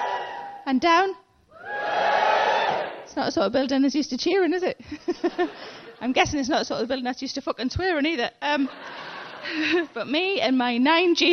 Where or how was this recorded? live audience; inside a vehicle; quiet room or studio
live audience